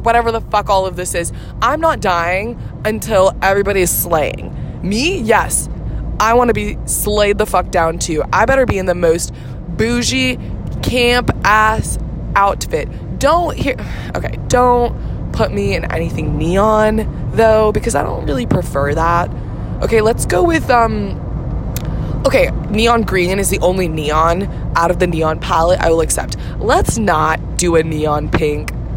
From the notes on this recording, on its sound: Records from the open road. TW: poor quality of audio due to recording on my phone.